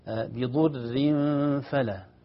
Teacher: الضاد مضمومة ومفخمة، الضاد من حروف الإطباق قوية حتى مو تفخيم عادي، تفخيم في درجة عالية من درجات القوة، بعدها الراء مشددة الرقيقة